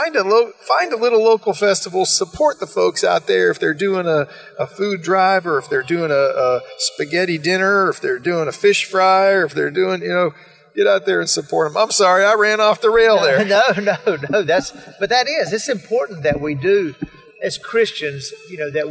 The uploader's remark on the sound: Today's episode was recorded Live at the Middle Eastern Christian Festival in Kernersville NC. Speaks with some great guests at the festival.